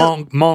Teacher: We probably don't pronounce the T.